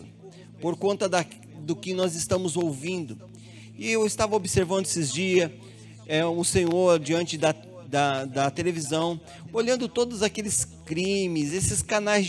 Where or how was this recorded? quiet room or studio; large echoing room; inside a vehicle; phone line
large echoing room